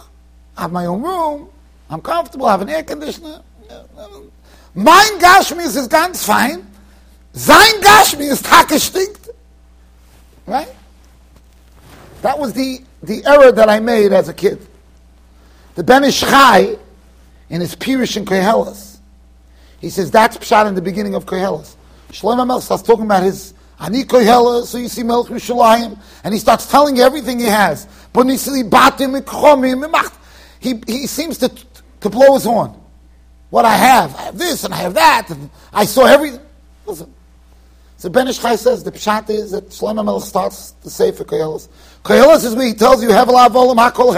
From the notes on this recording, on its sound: Shiur recorded in Yeshivas Ohr Reuven, Monsey NY.